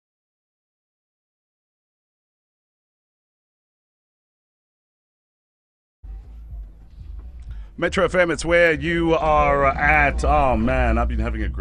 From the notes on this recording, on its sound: TODAY’S BACK TO SCHOOL OUTSIDE BROADCAST. Live from FOURIE PRIMARY SCHOOL.